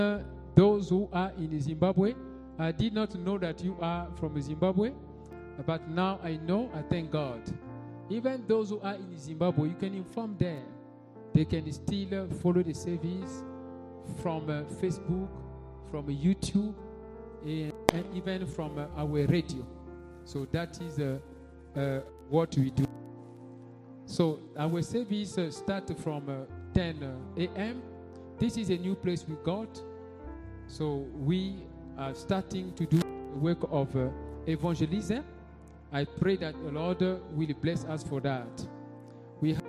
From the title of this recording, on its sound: Sunday Live Service - Service Dominical en Direct